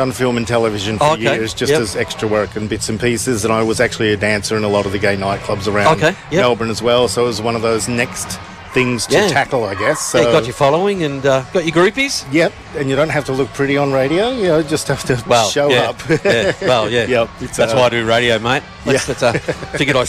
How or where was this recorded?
outdoors